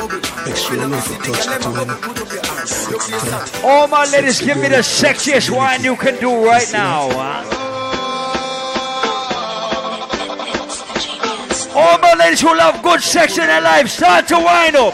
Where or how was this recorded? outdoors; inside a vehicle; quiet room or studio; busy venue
busy venue